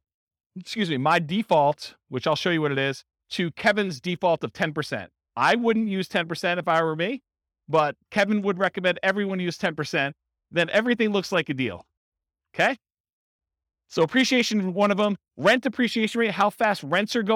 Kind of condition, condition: setting, live audience